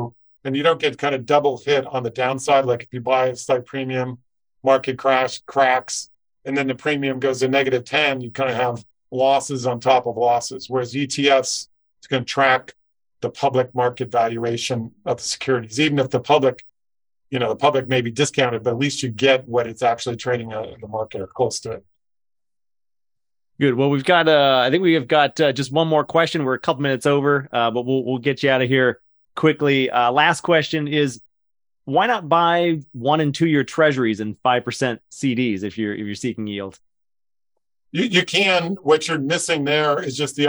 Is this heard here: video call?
yes